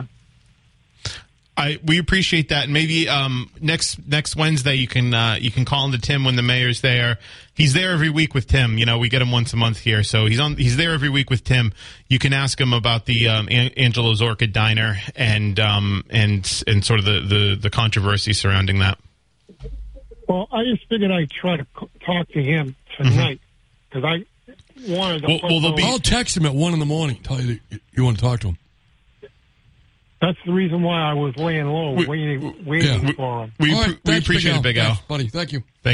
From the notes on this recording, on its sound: calls in to the show